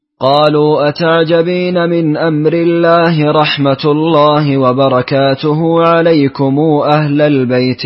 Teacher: أعطف قالون بقصر صلة الميم